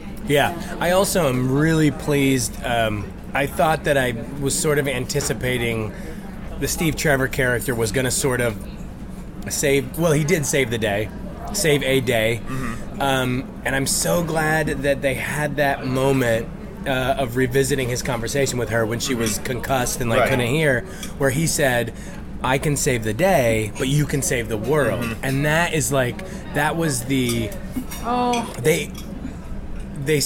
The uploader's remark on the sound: Recorded at Larchmont Bungalow in Los Angeles, CA.